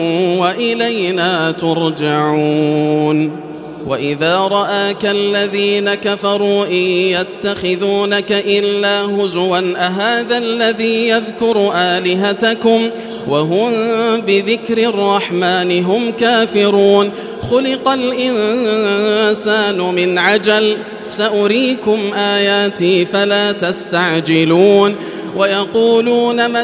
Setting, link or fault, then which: setting, large echoing room